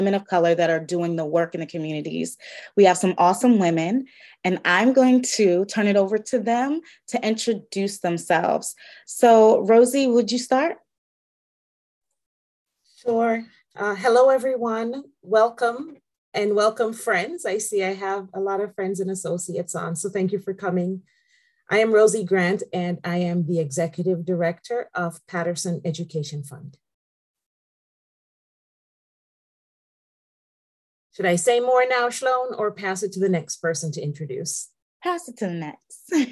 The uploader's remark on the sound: The audio version of Shelterforce's webinar.